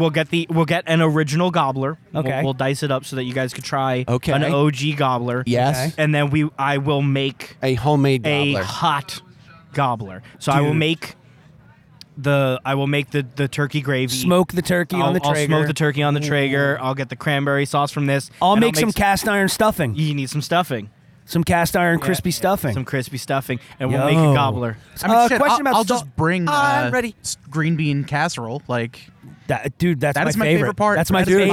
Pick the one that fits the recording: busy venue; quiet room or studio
busy venue